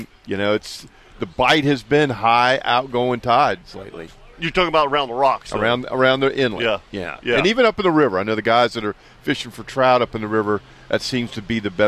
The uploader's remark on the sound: LIVE from Tire Outlet